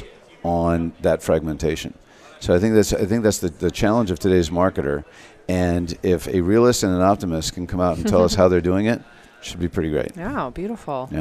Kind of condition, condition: setting, busy venue